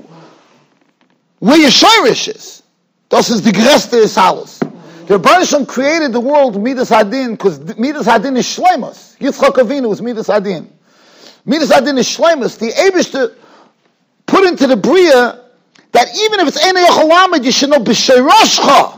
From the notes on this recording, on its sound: Shiur recorded in Yeshivas Ohr Reuven, Monsey, NY.